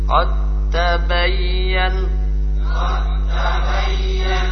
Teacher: Jadi dalnya sudah hilang total. · Term: idgham